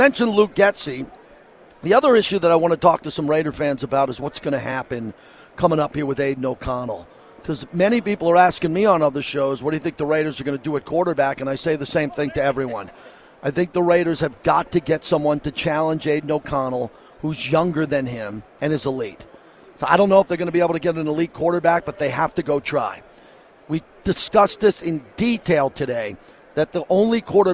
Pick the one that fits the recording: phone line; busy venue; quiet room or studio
busy venue